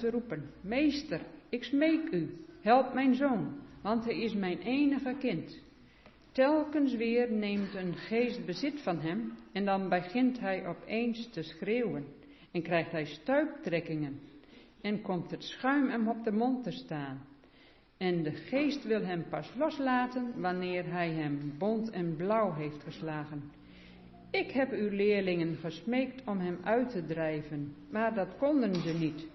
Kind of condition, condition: setting, large echoing room